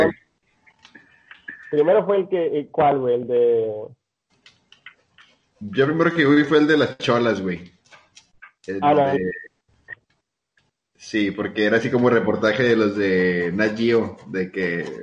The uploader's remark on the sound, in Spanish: Primer episodio grabado por video llamada, la maldita cuarentena nos tiene alejados..